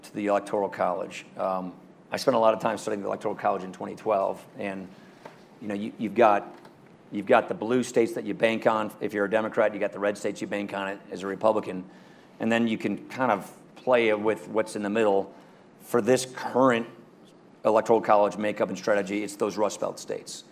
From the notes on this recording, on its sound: Their conversation was held June 23, 2019 at the Aspen Ideas Festival